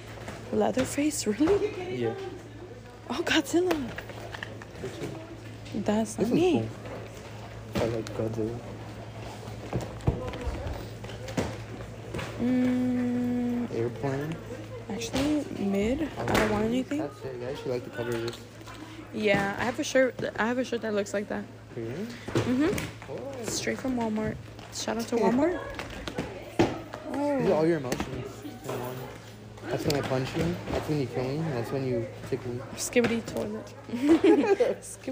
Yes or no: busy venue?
yes